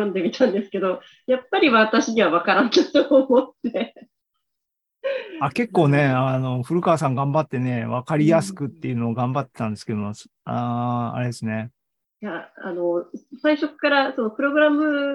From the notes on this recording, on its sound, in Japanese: ZOOMライブの模様です。